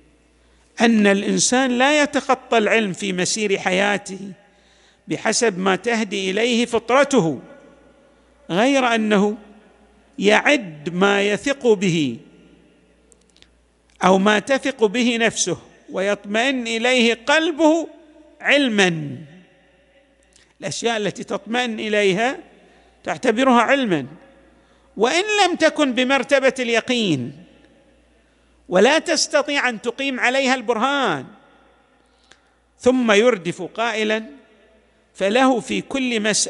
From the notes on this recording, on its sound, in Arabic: تسجيلات جامع الامام علي عليه السلام الأحساء المبرز